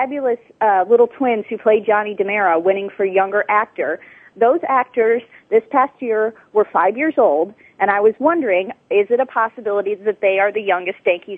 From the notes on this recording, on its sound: some of the winners call